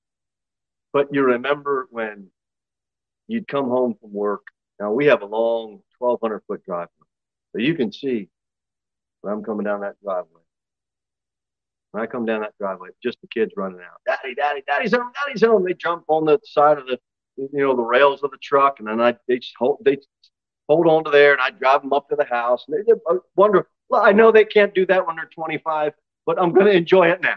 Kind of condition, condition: setting, large echoing room